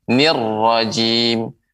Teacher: Pengucapan ro, jadi dia tidak boleh terlalu banyak getarannya.